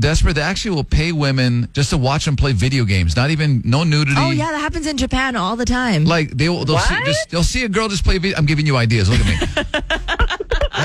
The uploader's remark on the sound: This woman called in saying that she makes money as a camgirl...but her boyfriend doesn't know!